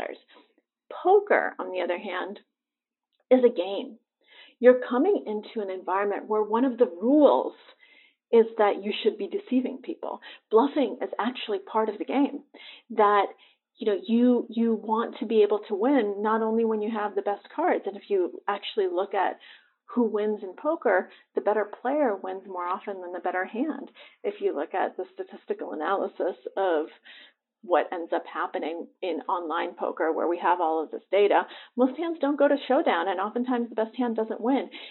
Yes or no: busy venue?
no